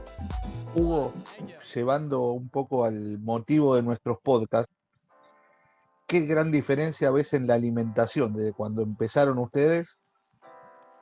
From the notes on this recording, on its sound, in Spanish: nos hizo abrir varias reuniones de Zoom porque con una sola nos quedábamos cortos